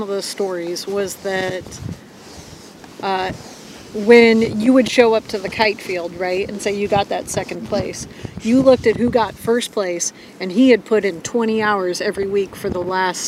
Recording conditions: wind noise